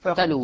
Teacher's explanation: تلو بواو واحدة مدية قبلها لام مضمومة. لاحظ بحذف الأولى ولامه فضم، فمفعول به لضم لامه، ولامه لأن أصل وتلو اللام ساكنة.